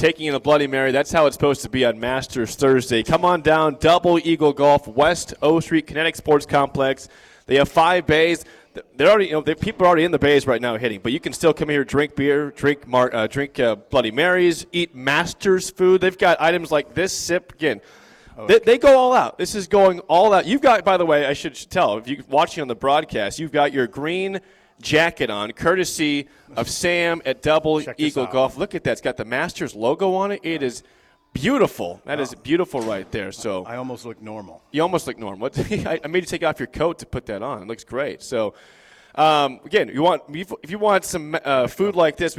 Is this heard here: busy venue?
yes